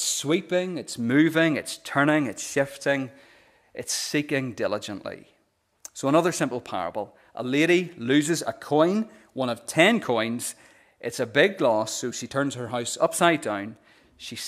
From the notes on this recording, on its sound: the recording of the Bible reading and sermon from our morning service